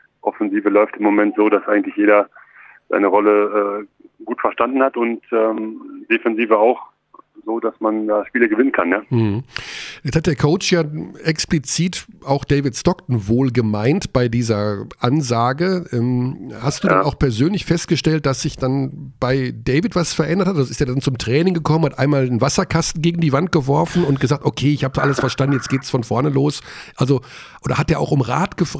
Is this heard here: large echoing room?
no